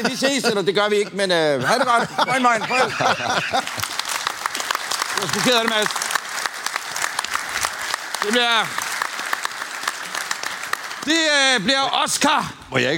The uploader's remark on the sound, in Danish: LIVE fra Jyllands Porsche-fest! Graukasse med publikum! Derfor laver vi en LIVE-optagelse når Porsche i Vejle fejrer sin 5 års fødselsdag. Husk at lydkvaliteten er lidt anderledes på vores live-optagelser. Vores lydfolk siger at det giver en autentisk stemning.